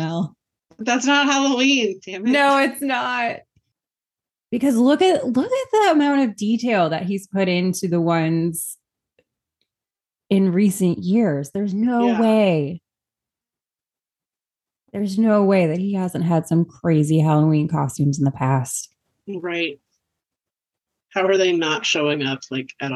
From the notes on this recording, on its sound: to the point we broke Zoom